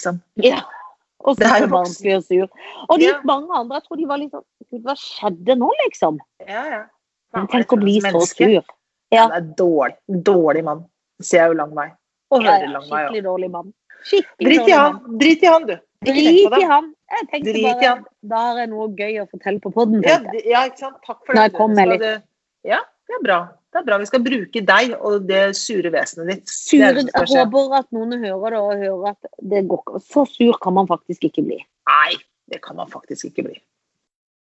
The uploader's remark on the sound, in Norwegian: Tilbake på Skype